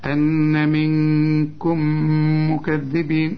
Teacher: وفي غنة بتاعت النون اللي بعدها الكاف، الكاف من حروف الإخفاء، أن منكم مكذبين، ميم بعدها ميم، الميم الأولى بدون تشكيل، الميم الثانية متحركة، وإحنا قلنا الحرف المتحرك بيبقى عليه يا كسرة يا فتحة يا ضمة.